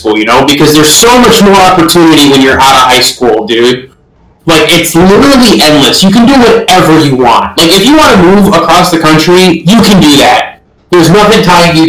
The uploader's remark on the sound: This audio in this podcast was pretty messed up